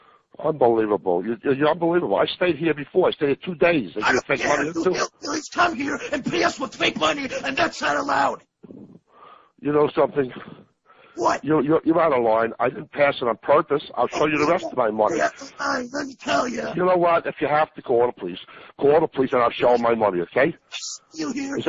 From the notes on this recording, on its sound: …'s Personal Prank Phone Calls Collection.